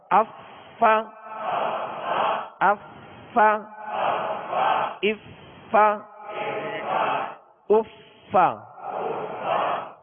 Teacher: اوپر کے دانتوں کے کنارے اور نچلے ہونٹ کا تر حصہ، یہ مخرج ہے فا کا